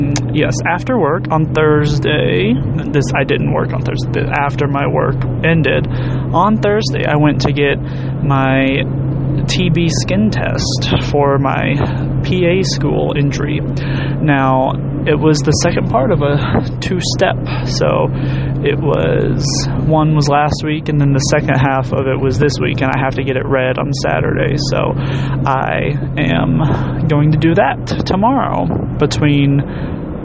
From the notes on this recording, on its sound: Thoughts from the car